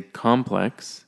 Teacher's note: if you put the emphasis on the first syllable, it becomes a noun. If you say complex, it means something totally different.